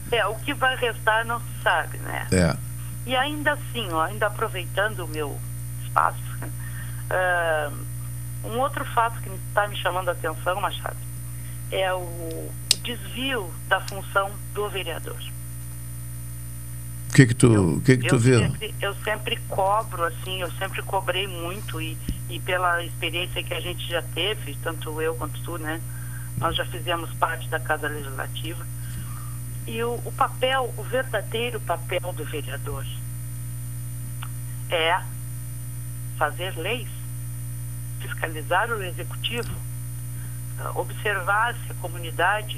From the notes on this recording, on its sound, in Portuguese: Participação: Por telefone